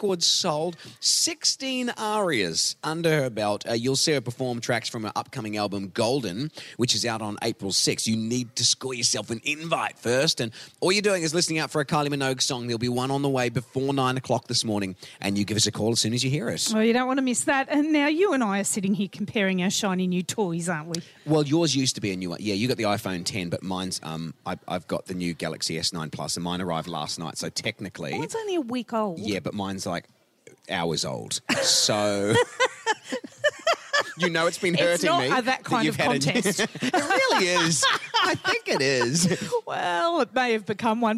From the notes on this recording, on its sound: Live from the schools of the Central Coast all this week!